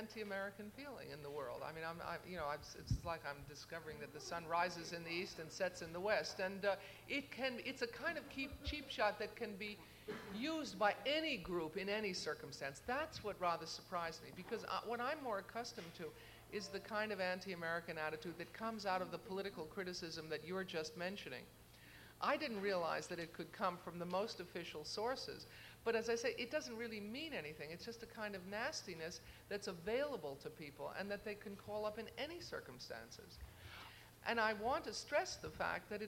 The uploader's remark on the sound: In a press conference at the International Congress of PEN in Korea.